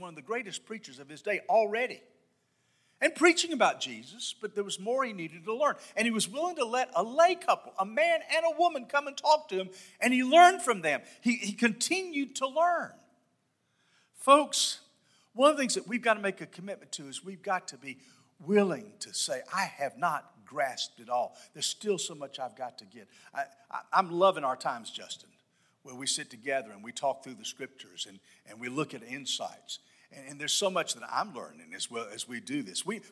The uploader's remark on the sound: This sermon was delivered on August 28, 2022 at First Baptist Church Hendersonville, NC.